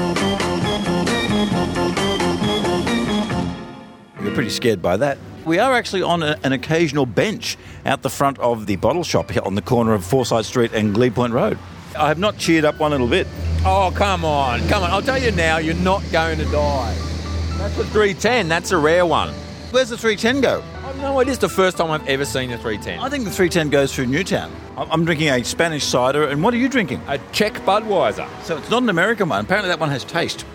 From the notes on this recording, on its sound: Xmas show from outside his local bottle shop